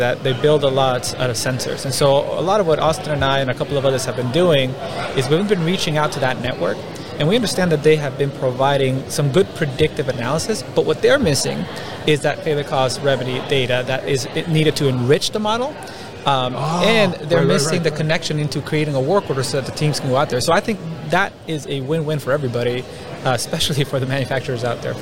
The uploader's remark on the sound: IoT and asset management at a conference.